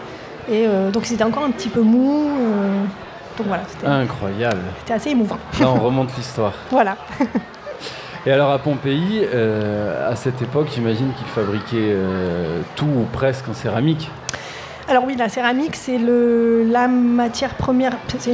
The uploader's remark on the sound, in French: Nous étions en public depuis le Docks des Suds de Marseille, à l’occasion de la Nuit Européenne des chercheur.e.s.